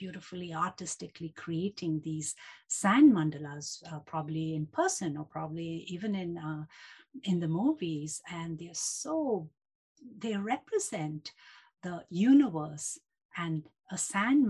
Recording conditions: video call